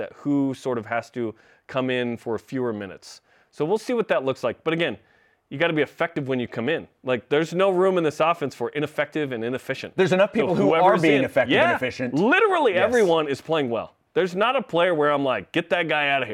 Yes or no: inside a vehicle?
no